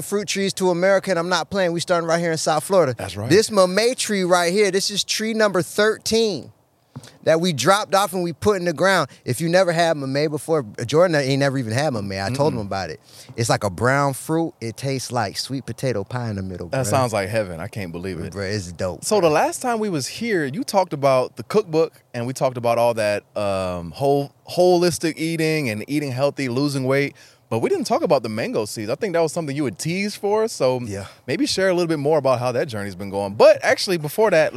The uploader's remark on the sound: Our conversation took place in the great outdoors, surrounded by the tranquility of nature, right next to the newly planted mamey tree.